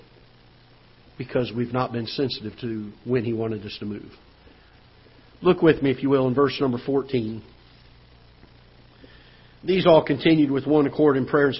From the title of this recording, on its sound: Ketha Heights Baptist Church ~ Live Broadcast